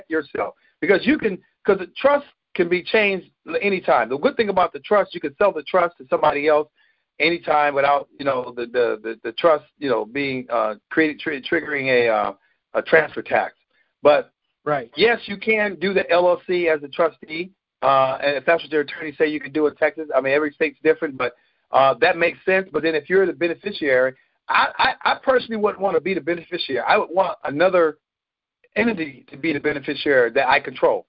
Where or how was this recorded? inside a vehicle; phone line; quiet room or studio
phone line